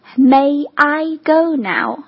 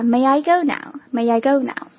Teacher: 这个 May 和 I 连读的时候就变成了 May I gonow， Yai 有一点点这样的感觉哈 · Term: ye 这个音